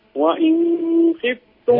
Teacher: أظهر النون عند الخاء. أظهر النون عند الخاء لأن أبو جعفر فقط هو الذي يخفي